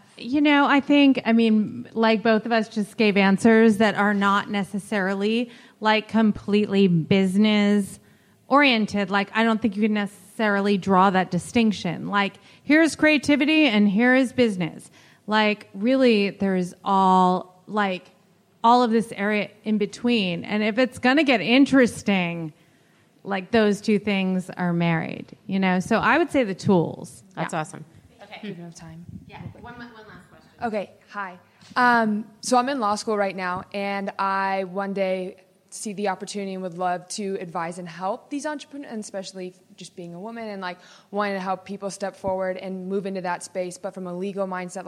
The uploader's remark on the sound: Our final installment of the live LIBERTY Sessions in Pasadena. We've had a blast sharing these panel discussions.